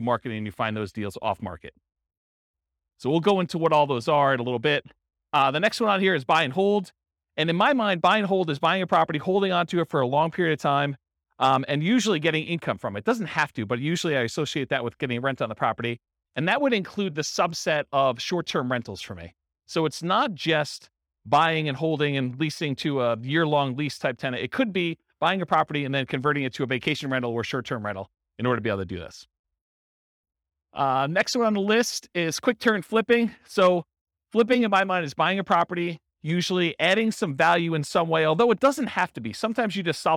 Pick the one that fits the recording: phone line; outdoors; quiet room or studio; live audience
live audience